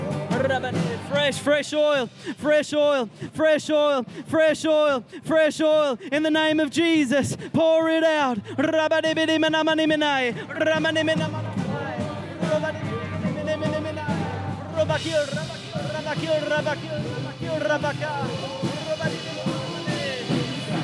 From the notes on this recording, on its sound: Recorded during our 5pm service on Sunday, the 28st of May 2023